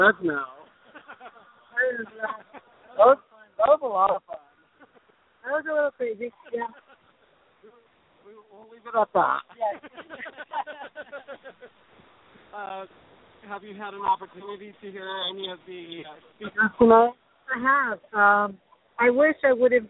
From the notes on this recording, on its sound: Live from the 2015 HONOR PAC Gala Celebration. La Plaza de Cultura y Artes. Los Angeles, CA 90012.